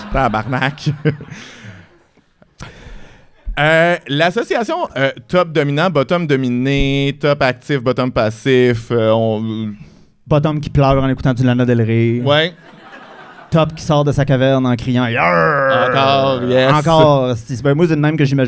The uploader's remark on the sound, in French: Live devant pubis. C'est notre épisode devant pubis enregistré au Café Cléopâtre!